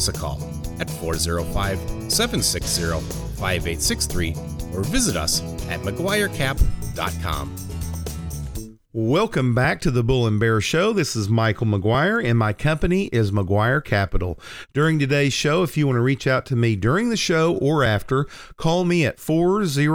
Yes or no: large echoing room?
no